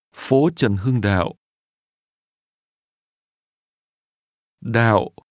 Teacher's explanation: Remember the low, falling, broken tone at the end.